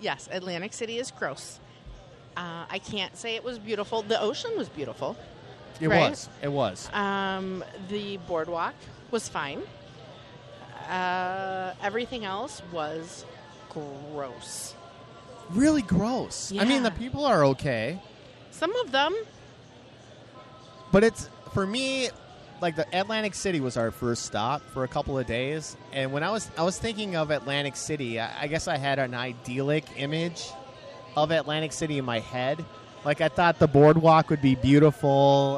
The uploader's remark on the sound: Wisecrackin' Live from the State Fair! Are out at the ol Great Minnesota Get Together hanging out in the Independence-Alliance Party of Minnesota tent.